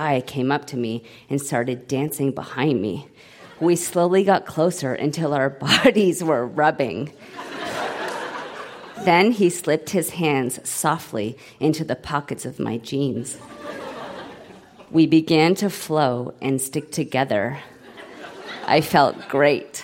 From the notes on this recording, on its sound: Recorded live at The Royal Cinema in Toronto.